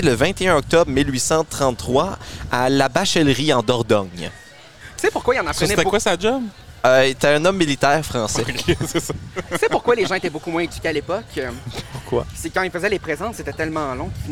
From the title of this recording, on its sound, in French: enregistré au Dolma Rooftop à Moncton